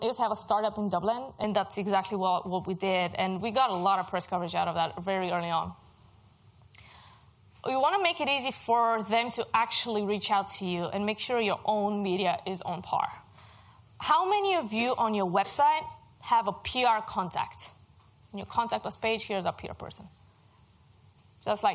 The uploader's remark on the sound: Recordings from HubSpot User Group Meeting - The London HUG - February 2019